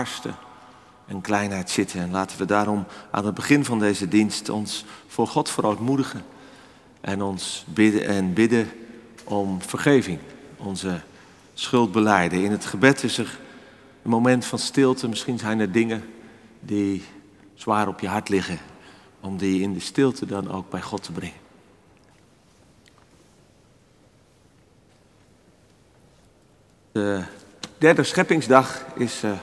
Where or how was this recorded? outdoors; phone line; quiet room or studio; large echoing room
large echoing room